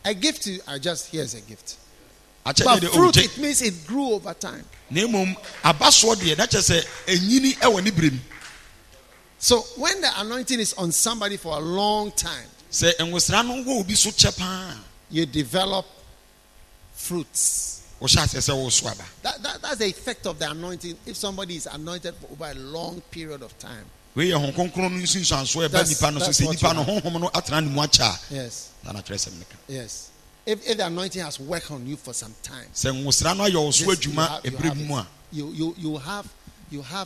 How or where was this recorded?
live audience